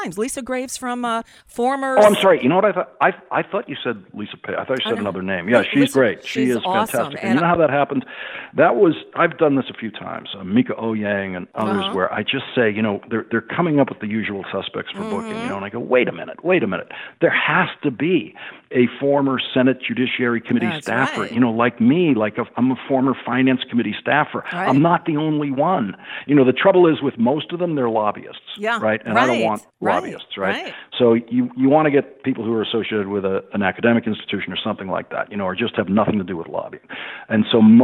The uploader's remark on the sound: call in to the show